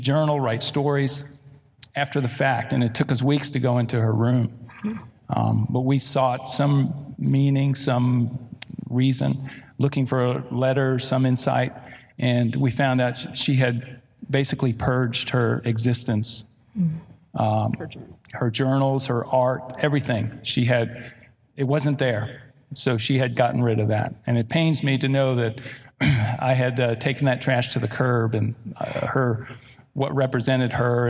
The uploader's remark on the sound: A recording of our live event